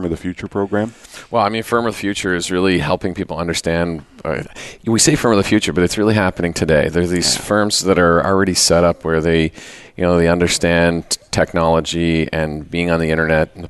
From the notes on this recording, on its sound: Live Broadcast at the The IPBC IGNITE Conference.